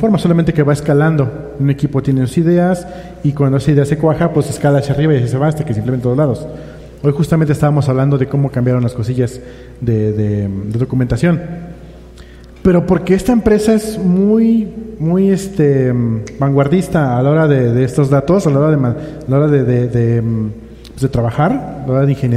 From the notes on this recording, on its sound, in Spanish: Episodio grabado frente a audiencia en CDMX. Respondemos preguntas del público.